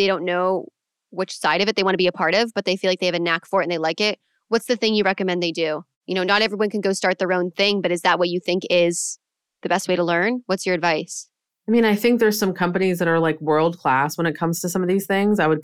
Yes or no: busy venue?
no